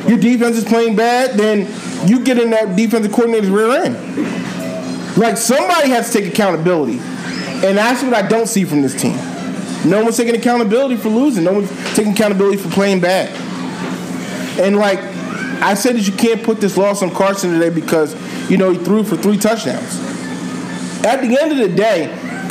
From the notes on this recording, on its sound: Live Pod. The FIRST EVER Live Episode of the Philly Sports Four for 4 Podcast Live from Duke's BBQ in Norristown, PA!!!!